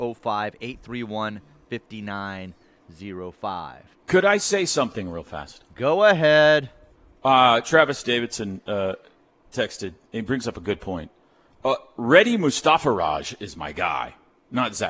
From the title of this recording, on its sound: LIVE FROM BROWN OHAVER